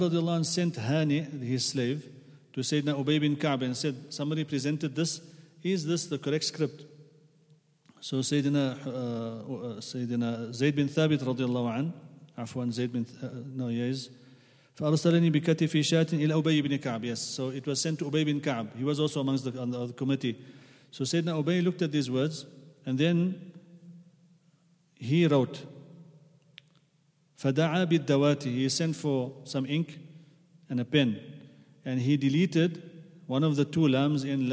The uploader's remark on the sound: at the Houghton Masjid (West Street)